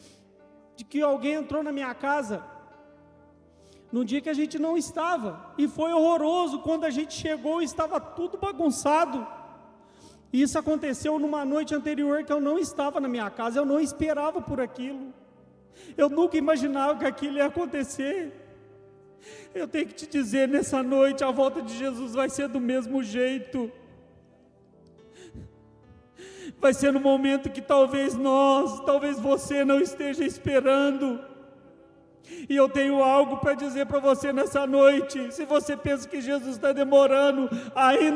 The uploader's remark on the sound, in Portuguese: Gravado ao vivo na igreja.